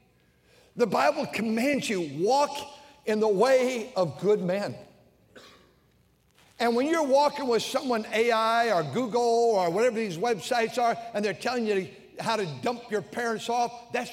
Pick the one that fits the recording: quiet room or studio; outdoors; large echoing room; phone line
large echoing room